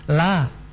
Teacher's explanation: Lalu huruf lam yang pertama tipis karena dia bukan lam yang ada pada tulisan Allah